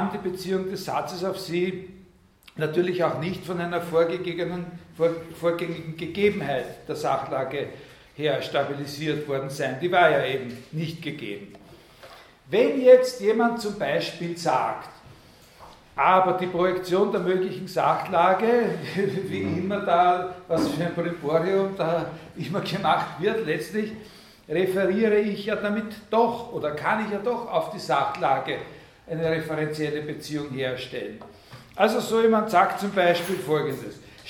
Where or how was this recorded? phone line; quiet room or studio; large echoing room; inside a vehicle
large echoing room